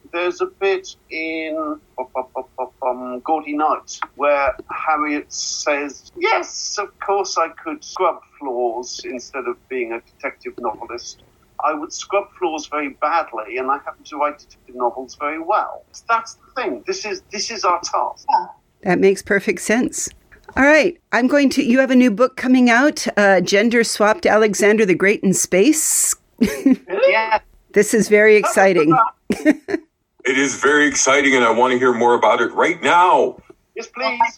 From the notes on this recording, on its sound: zoom medium on Planet Hawaii, and with minor robotic interference here and there